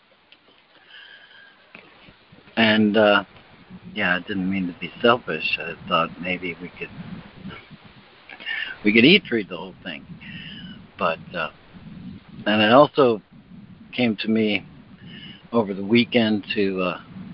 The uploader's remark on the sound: ACIM Daily Conference Call.